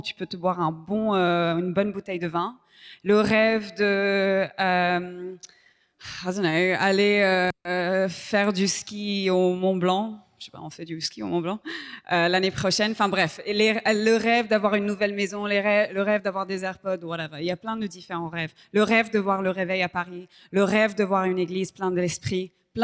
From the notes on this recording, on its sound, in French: Enregistré à l'église CVV, le 10/12/2023